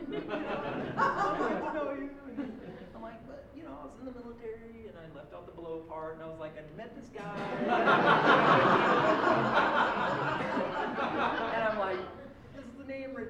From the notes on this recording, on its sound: live on stage at Hipbone Studio for live storytelling with Portland Story Theater